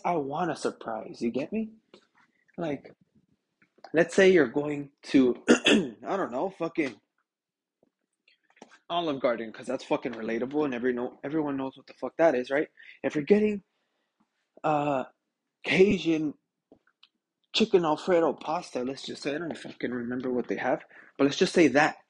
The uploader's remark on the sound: internet issues so bare with me.